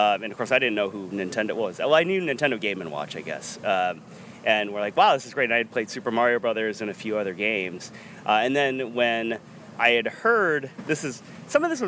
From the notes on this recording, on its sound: Live at Portland Retro Gaming Expo